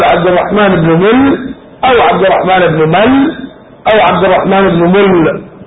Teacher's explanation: وأما الميم فهي مثلثة، بمعنى يصح أن تنطق مكسورة مل أو مفتوحة مل أو مضمومة مل